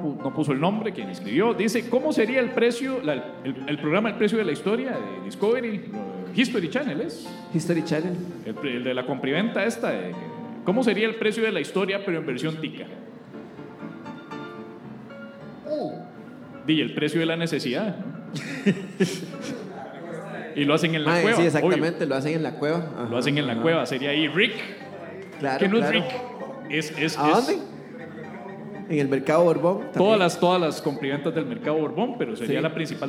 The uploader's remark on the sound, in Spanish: En vivo desde el Salon Tractat en El Lobo Estepario